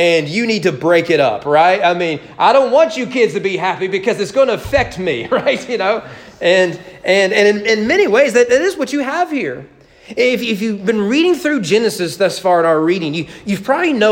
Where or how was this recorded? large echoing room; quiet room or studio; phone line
large echoing room